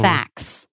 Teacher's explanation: But when I put on an S, now the T is between two consonants, there's a really good chance I'm going to drop that T.